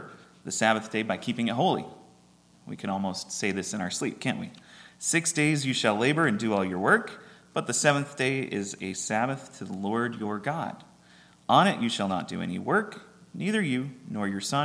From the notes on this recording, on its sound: at Ringgold Seventh-day Adventist Church